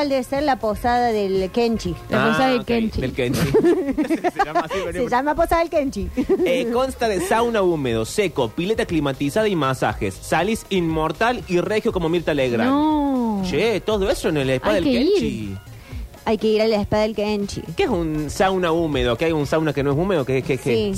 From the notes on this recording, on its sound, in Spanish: llama por teléfono